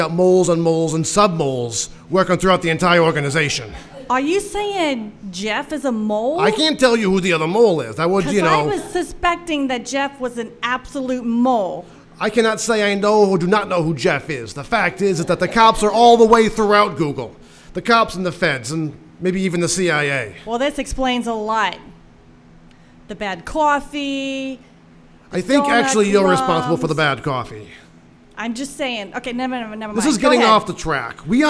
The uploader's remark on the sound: Recorded live before a studio audience at the SF Fringe Festival